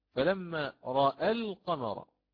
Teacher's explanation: نعود إلى الأصل، لماذا؟ لأن عند الوصل سيحذف السبب أو العلة من التقليل وهي الألف